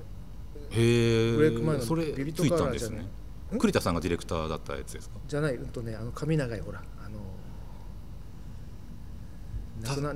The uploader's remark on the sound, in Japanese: 収録場所：東京カルチャーカルチャー（渋谷）